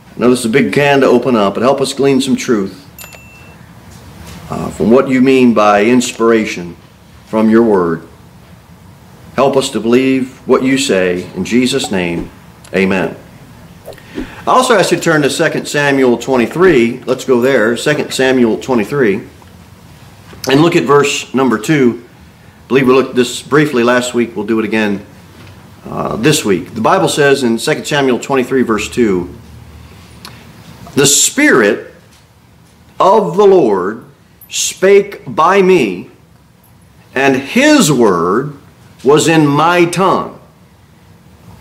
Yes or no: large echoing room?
yes